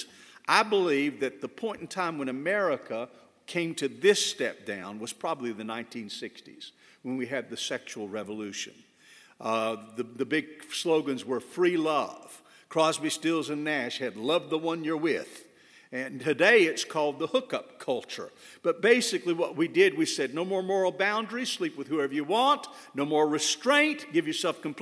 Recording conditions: large echoing room